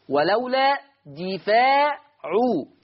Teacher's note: نعم، ولولا دفع، دفع قرأ ورش بكسر الدال دي وفتح الفاء وألف بعدها